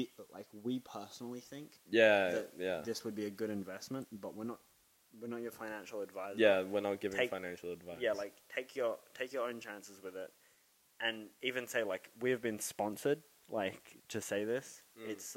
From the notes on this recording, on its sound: Sorry for the Trashy Audio.